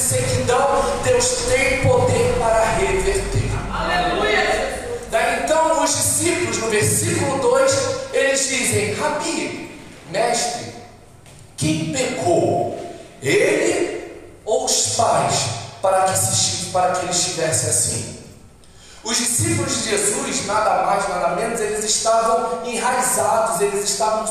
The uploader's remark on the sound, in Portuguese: Áudio da ministração realizada em 31/08/22 na Igreja Cada de Oração Nova Aliança